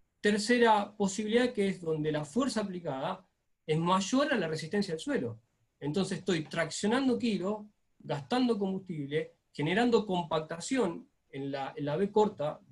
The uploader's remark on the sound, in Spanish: JORNADA REALIZADA VÍA ZOOM. JORNADA REALIZADA VÍA ZOOM.